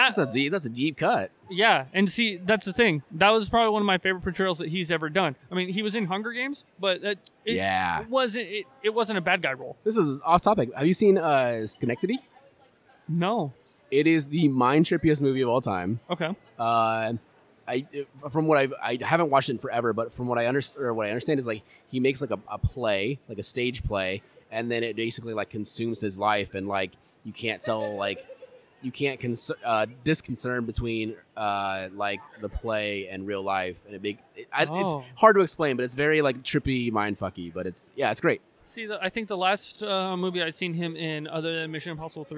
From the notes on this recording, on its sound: Recorded on-location during day one of Des Moines Con 2023